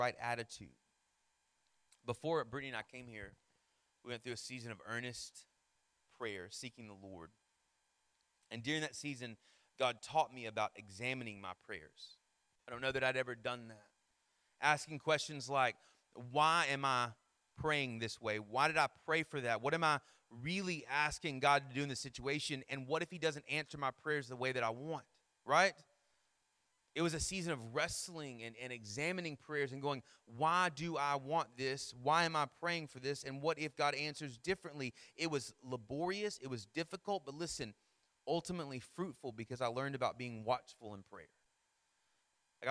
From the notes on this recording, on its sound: Sermon Audio from our Worship service